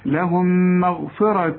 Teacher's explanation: عندك الميم الأولى بدون تشكيل، الميم الثانية متحركة يعني مفتوحة أو مضمومة أو مكسورة، فالميم الساكنة بتخش في الميم دي تبقى ميم دوبل كده